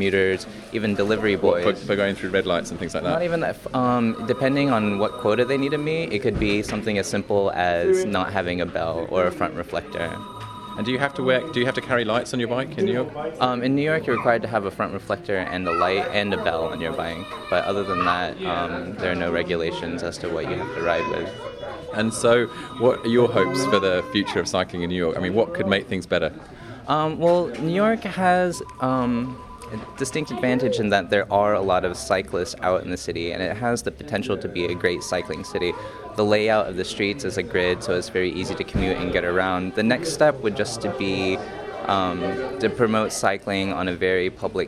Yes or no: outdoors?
yes